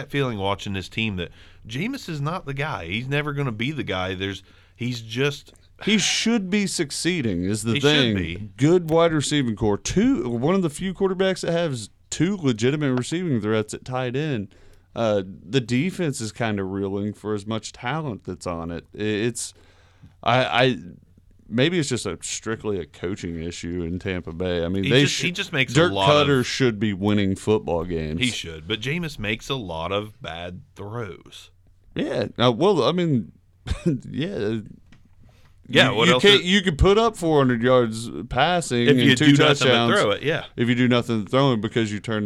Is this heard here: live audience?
no